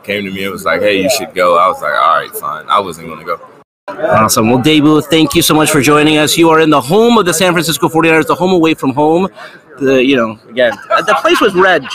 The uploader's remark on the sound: live from Super Bowl Media Row